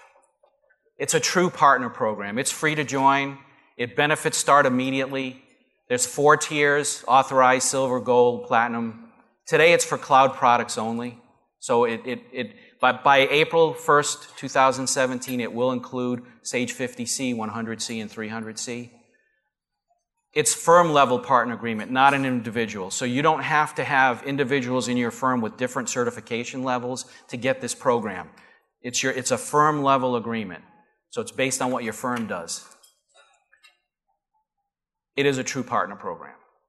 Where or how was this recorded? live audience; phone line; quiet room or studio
live audience